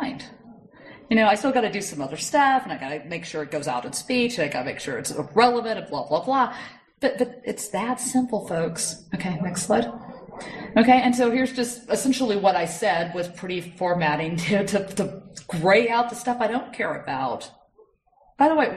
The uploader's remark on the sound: this talk was recorded at the Northeast GNU/Linux Fest 2012-03-17